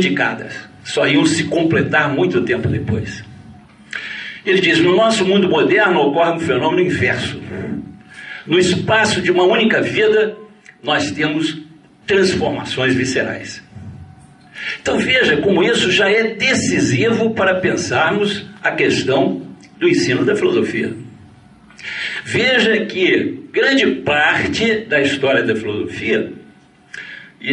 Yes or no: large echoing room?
yes